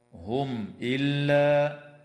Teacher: وتظهر الميم الساكنة عند الهمزة